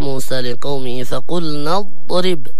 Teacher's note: لابد من تبيين الاستطالة حق حرف الضاد